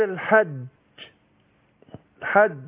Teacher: وقلنا إن حرف الجيم بيخرج من وسط اللسان مع الحنك الأعلى، وقلنا الجيم حرف مجهور شديد